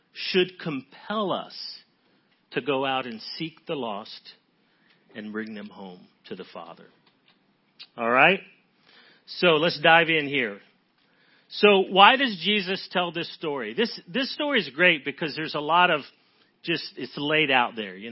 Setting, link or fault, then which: setting, large echoing room